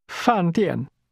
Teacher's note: that's pronounced with two falling tones